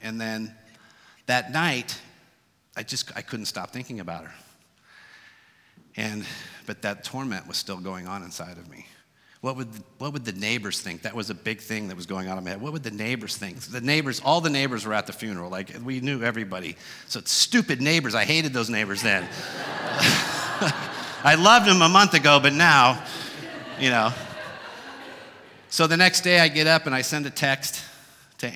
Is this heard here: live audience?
yes